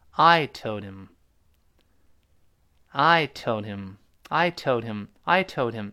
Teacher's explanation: Toldhim，大家能听到非常清晰的击穿清辅音 h